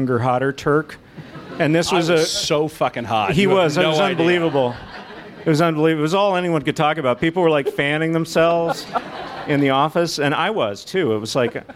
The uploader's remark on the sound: Live at the Strand